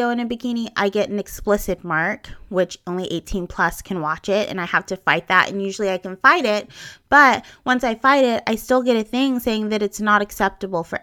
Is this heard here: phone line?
no